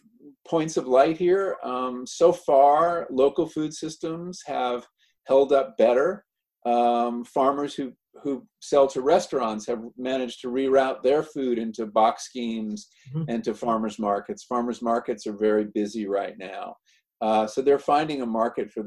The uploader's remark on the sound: Recorded at our second online 5x15 in May 2020.